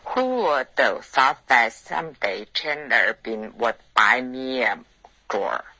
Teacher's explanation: me a 你的结尾嘴唇不知不觉合上了，变成 mea